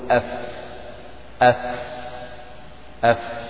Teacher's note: فالفاء تخرج من بطن الشفة السفلى، نجعل بطن الشفة السفلى الجهة الداخلية من الشفة السفلى تلامس أطراف الثنايا العليا · Term: مخرج الفاء